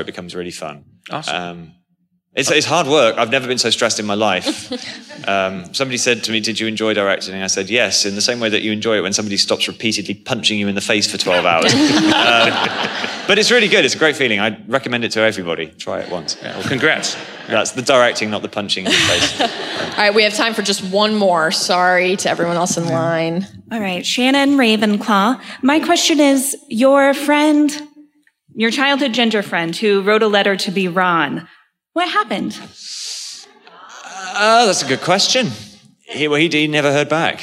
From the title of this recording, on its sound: Live From LeakyCon 2018